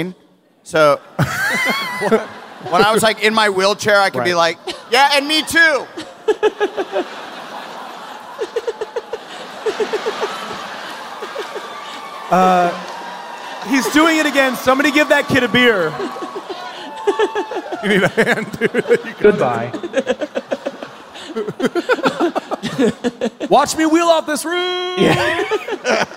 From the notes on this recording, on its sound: Live From Long Beach!